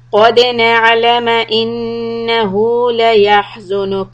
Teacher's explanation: make the ha from the middle part of the throat